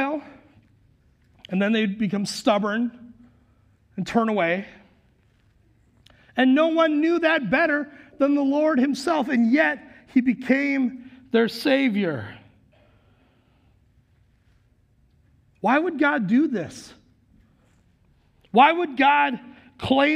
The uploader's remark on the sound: Recorded live at Word of Life Church in Le Sueur, Minnesota on January 2nd, 2022